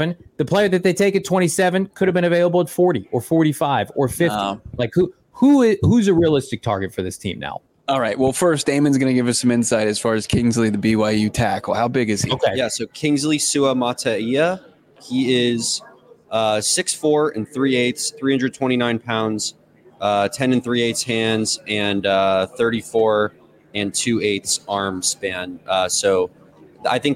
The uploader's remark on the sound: LIVE from the Senior Bowl for the PHNX Cardinals podcast!